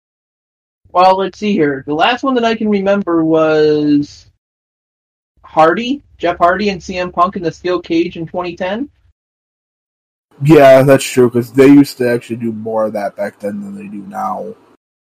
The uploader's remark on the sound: SORRY FOR THE AUDIO QUALITY.